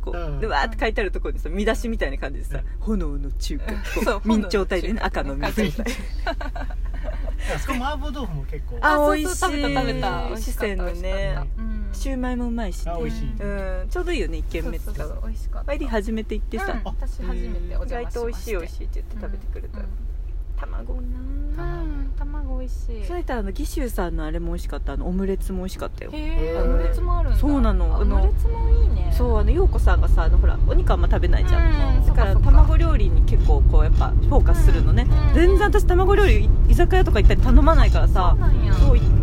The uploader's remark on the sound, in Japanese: 春になったらお出かけ収録！